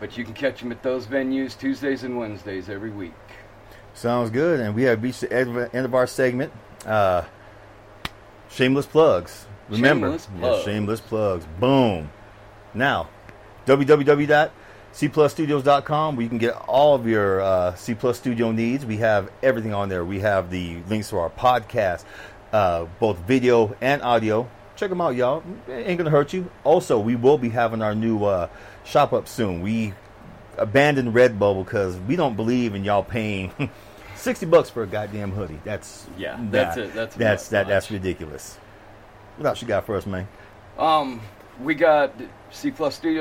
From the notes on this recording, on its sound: take the mic and wander through downtown Flagstaff